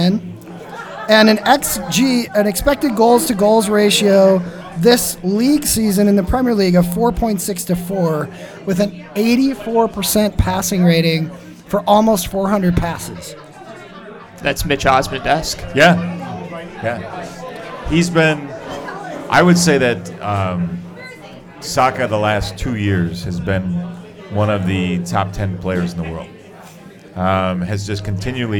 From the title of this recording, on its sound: Live at the Forward Club